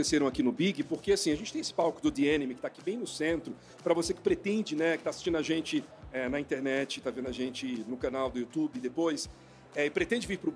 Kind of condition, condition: setting, busy venue